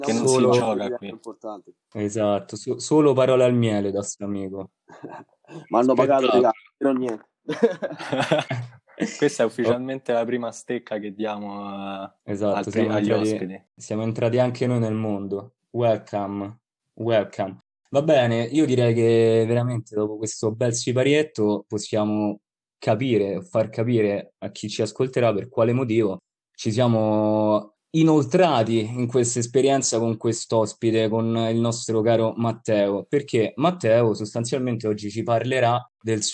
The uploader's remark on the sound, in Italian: Episodio registrato da remoto in data 14/07/2020.